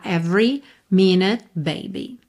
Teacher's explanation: atenção que esse e do meio não é pronunciado